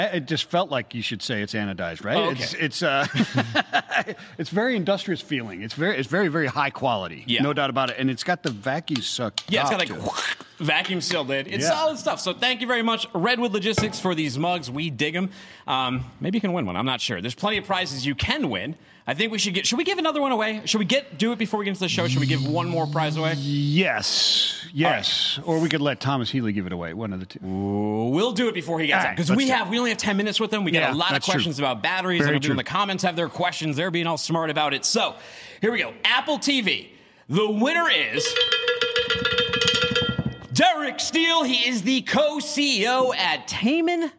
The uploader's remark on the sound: LIVE from Global Supply Chain Week